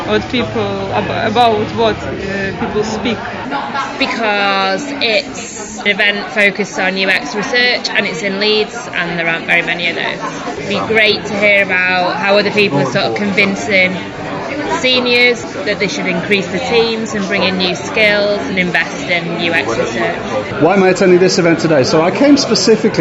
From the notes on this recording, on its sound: This is the final episode in a three part mini-series about the Lion+Mason event at the Leeds Digital Festival 2023. Recorded on the day, you'll hear from a variety of event attendees as they they reflect on what they learned from the sessions.